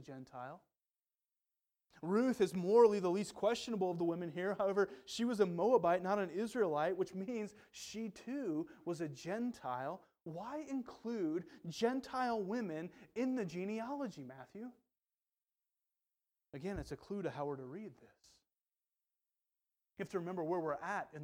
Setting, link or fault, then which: setting, large echoing room